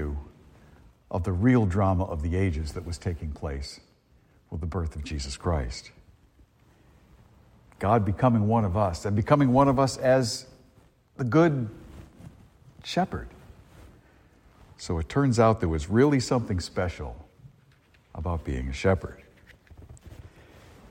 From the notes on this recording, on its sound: A homily delivered at Star of the Sea church in Salisbury, Massachusetts, on Christmas Day, 2023.